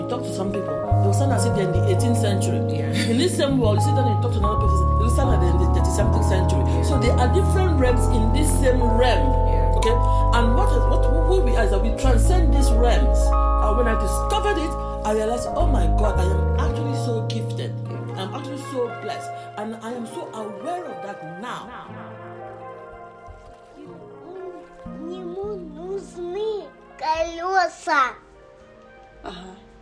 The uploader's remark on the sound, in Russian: Этот выпуск составлен из архивных диктофонных записей. Иногда я фиксирую эти беседы себе на память.